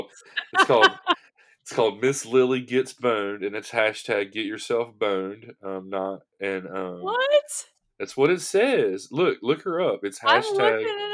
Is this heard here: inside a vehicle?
no